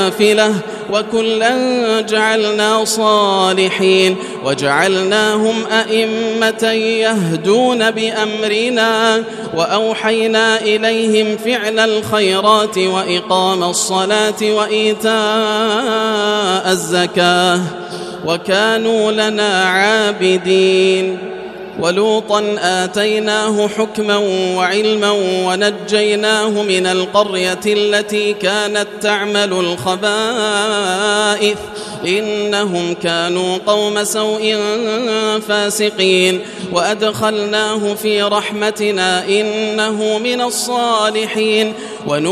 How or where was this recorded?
large echoing room